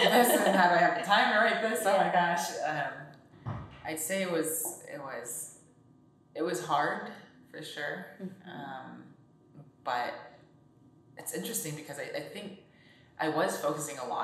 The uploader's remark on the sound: Tonkocast is a total DIY operation recorded with non-professional equipment. Excuse our home made quality everyone!